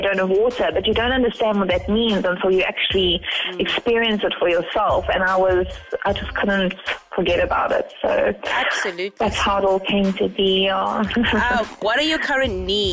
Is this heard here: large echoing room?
no